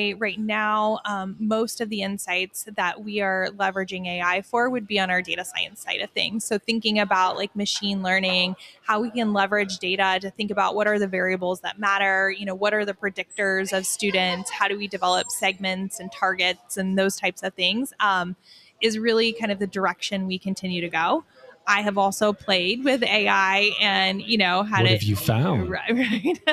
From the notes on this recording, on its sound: LIVE from InsightsEDU 2024. Recorded LIVE & in person from the InsightsEDU 2024 conference in Phoenix, AZ.